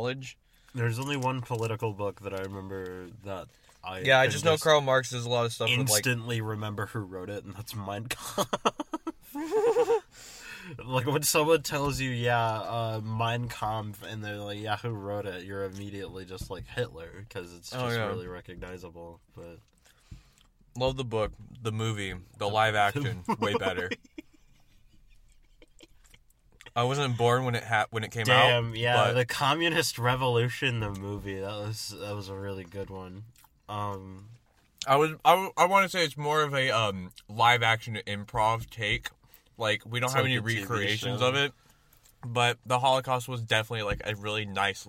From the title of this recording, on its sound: From the Car